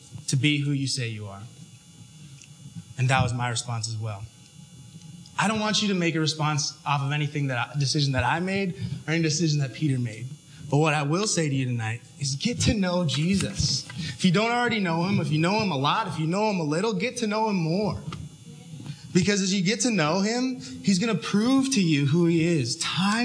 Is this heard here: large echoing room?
yes